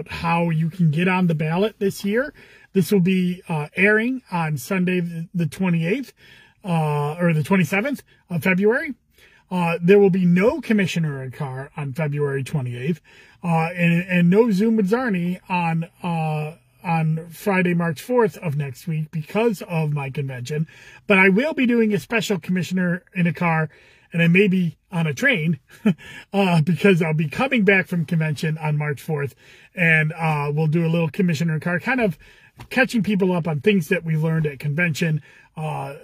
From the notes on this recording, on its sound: Commissioner in a Car